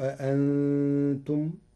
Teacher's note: قرأ ورش كلمة أأنتم بتسهيل الهمزة الثانية بين وله إبدالها ألفا مشبعة لوجود نون ساكنة مخفاة بعدها.